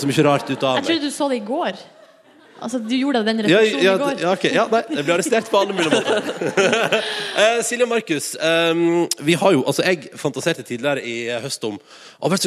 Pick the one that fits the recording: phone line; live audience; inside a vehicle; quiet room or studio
live audience